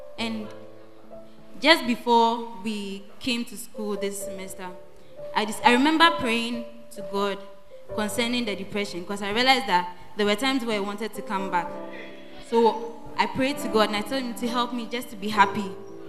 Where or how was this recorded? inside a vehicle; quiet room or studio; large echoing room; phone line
large echoing room